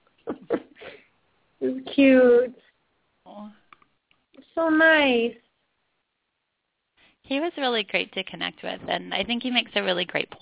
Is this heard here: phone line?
yes